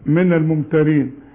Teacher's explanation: مفيش لزقة مفيش لزقة، مفيش غنة مفيش غنة